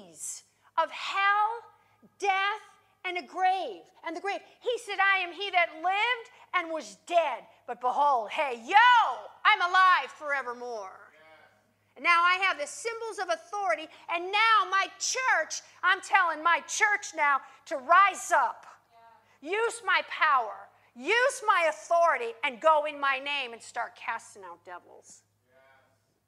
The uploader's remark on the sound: In this teaching, recorded live at Worship Church.